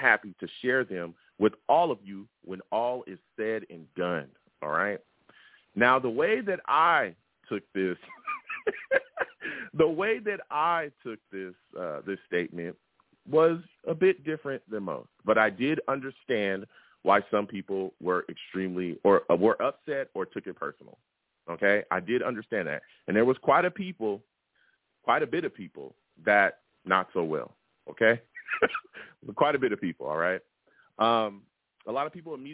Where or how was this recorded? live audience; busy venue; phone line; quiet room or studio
phone line